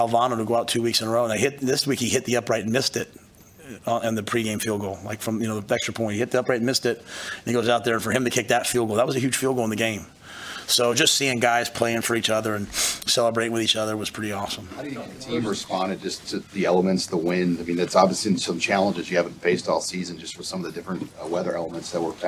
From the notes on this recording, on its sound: Purdue Post Game Press Conference.